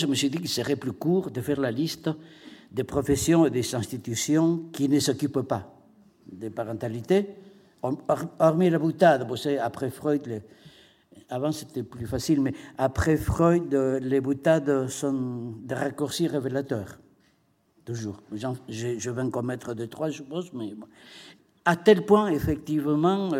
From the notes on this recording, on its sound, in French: lors du colloque ANDESI/FRACTALE des 26 et 27 novembre 2015